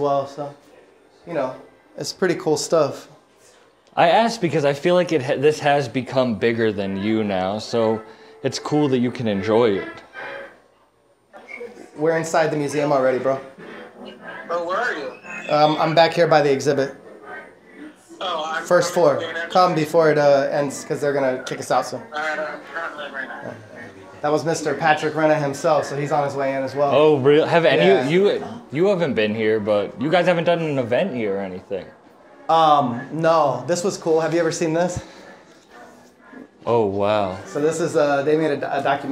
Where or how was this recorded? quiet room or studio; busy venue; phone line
busy venue